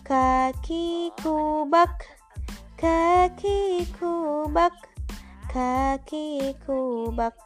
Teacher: Kelompok huruf koki ini tempat keluarnya ada di pangkal lidah